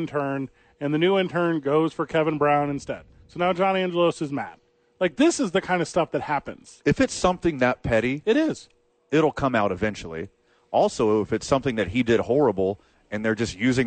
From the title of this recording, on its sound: Live at the Dukes Store